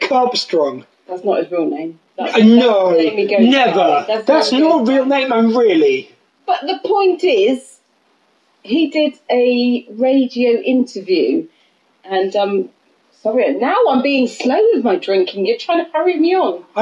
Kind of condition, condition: fault, phone or laptop microphone